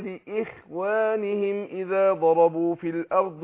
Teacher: الخاء ساكنة وما قبلها مكسور فهتاخد أدنى درجات التفخيم